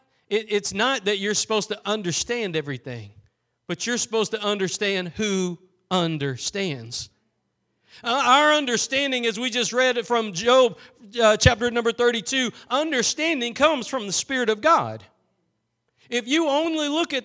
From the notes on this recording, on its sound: Preached at Gospel Lighthouse in Bossier City, La.